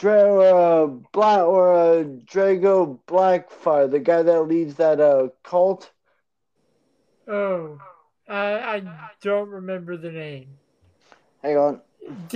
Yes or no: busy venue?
no